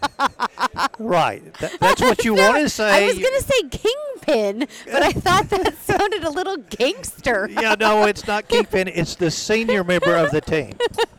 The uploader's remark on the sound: recorded at the NRA Show